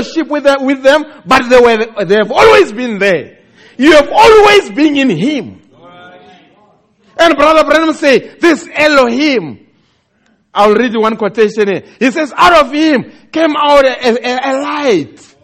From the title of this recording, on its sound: Preached At The Country Tabernacle